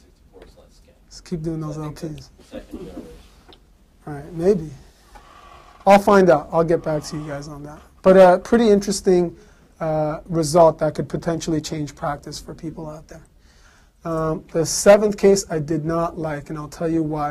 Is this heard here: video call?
no